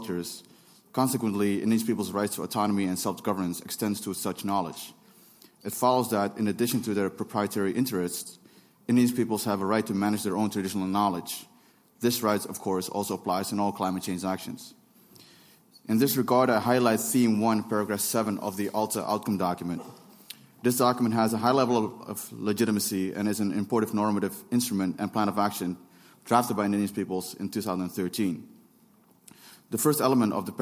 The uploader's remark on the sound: This presentation was recorded at the UNFCCC in Bonn at the first activity of the Local Communities and Indigenous Peoples Platform.